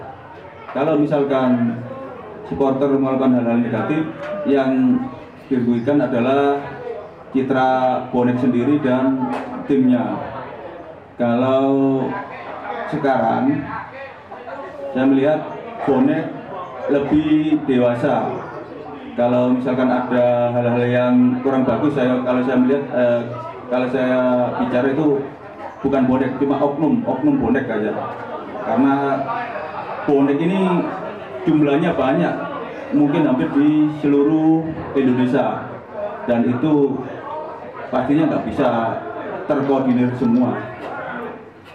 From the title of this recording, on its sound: Live Talkshow at SJC